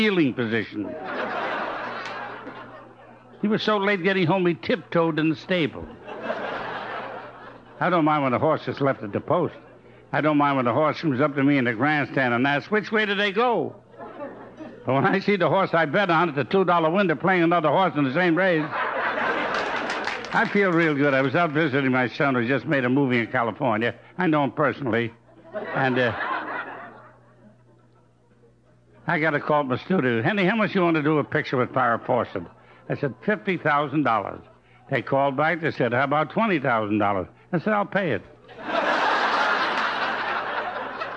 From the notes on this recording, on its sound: The recordings here take place in front of a live audience with occasional musical interludes